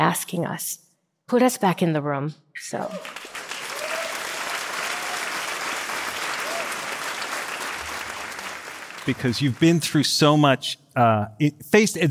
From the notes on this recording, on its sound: Recorded live at the Masters of Scale Summit in San Francisco.